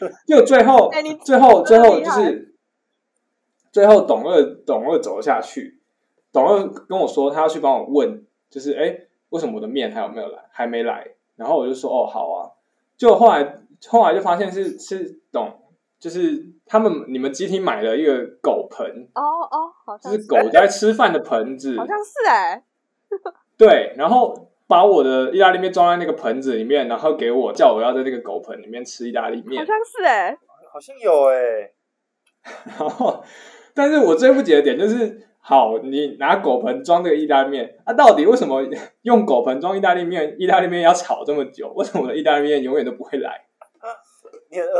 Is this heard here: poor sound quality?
yes